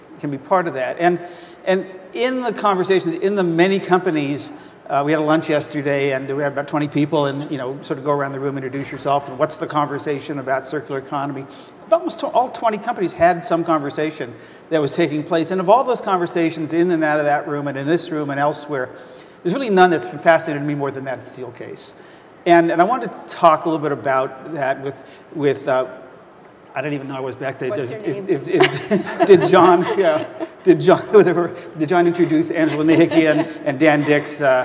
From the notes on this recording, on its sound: The best of live interviews from GreenBiz events.